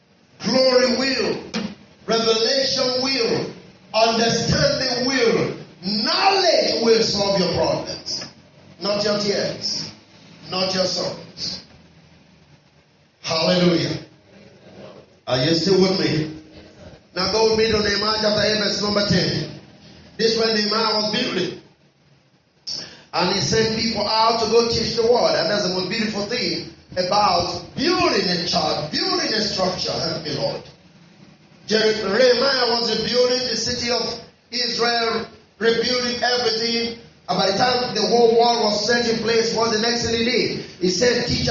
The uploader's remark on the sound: Our apologies on the audio quality